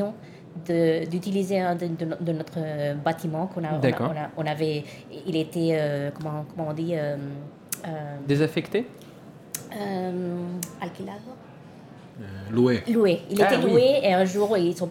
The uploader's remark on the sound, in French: Un entretien enregistré dans le cadre du festival SoBD - Toute la bande dessinée au cœur de Paris.